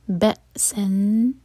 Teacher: یہ حمزہ ہے عین نہیں، ب تو کٹ آف ساؤنڈ ہوگا لیکن قلقلہ نہیں ہوگا